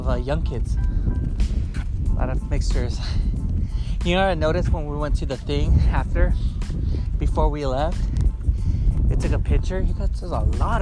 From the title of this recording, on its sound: chatting at the beach while we do some walking